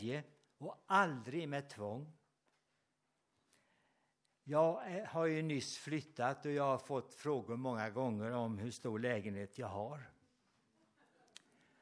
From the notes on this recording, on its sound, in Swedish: Inspelad under gudstjänst på Löfstadkyrkans sommarhem Furuvik i Tranås 2023-08-06